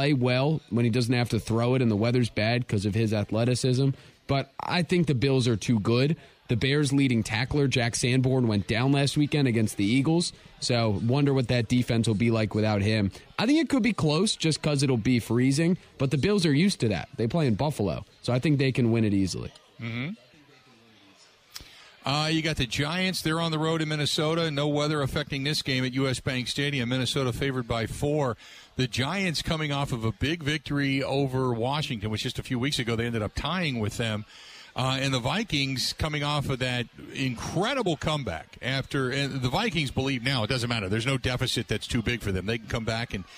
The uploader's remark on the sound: Live from DJ's Goal Post.